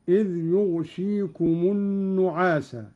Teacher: قرأ قالون بإسكان الغين وكسر الشين مخففة هكذا: إذ يغشيكم النعاس.